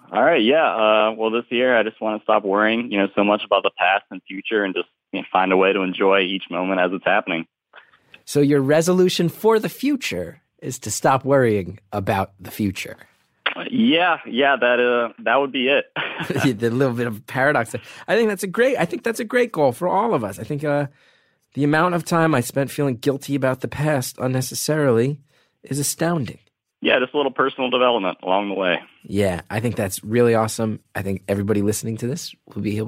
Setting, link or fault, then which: link, phone line